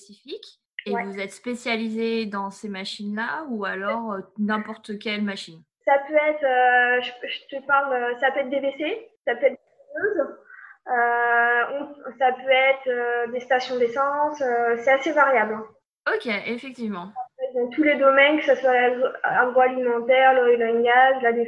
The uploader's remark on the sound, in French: C’est mon premier interview enregistré en période de confinement donc désolé pour le son